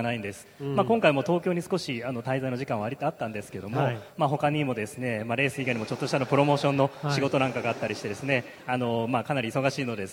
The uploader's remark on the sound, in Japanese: F1日本グランプリ前夜祭の模様をお送りします。F1日本グランプリからの音声データ。